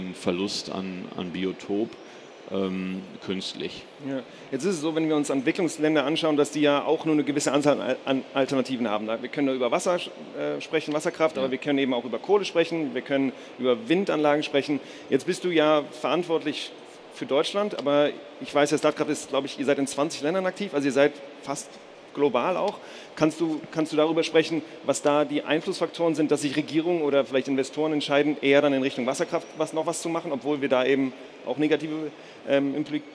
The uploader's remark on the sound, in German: In dieser Live-Folge des enPower-Podcasts.